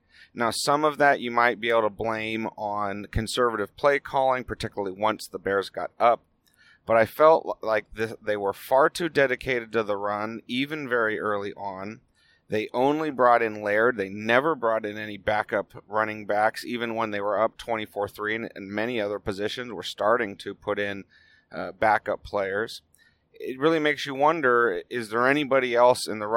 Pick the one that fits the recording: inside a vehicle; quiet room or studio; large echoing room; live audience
inside a vehicle